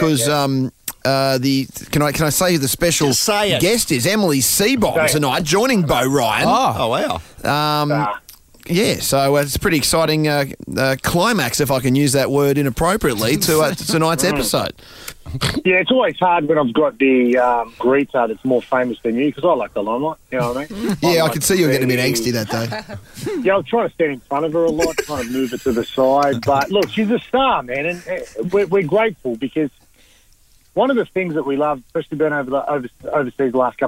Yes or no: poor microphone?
no